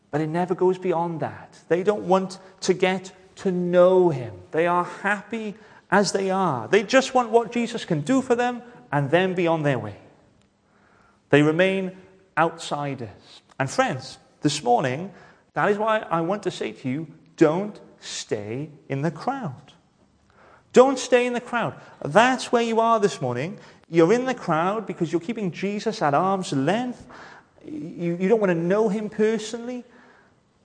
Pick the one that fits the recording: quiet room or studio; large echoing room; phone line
large echoing room